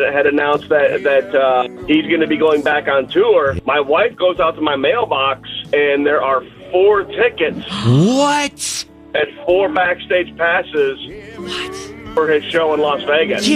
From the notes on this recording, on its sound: Listeners call in with some fascinating stories. 94.9 KLTY.